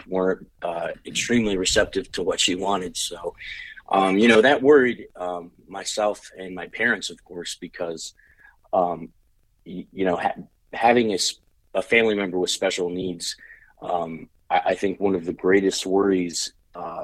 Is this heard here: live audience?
no